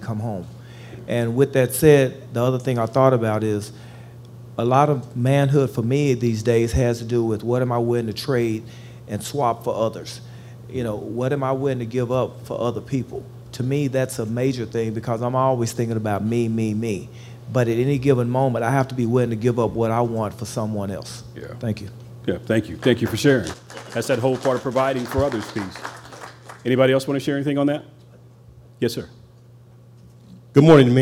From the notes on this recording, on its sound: Leads a panel of men in a discussion around manhood before a men-only audience.